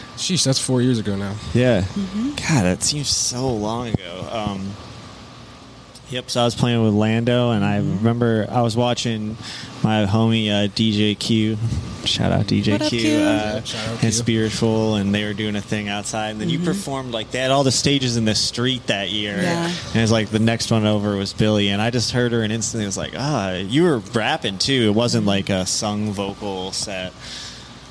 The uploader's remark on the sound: Recorded at Thunder Canyon Brewery.